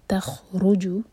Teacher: رو پر زور، سکون کے بعد رو آ رہا ہے. تخرجو اور را ہیوی.